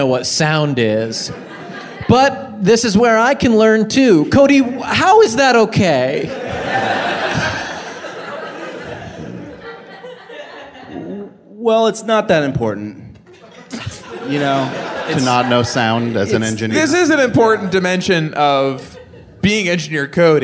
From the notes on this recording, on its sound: appear in front of a live audience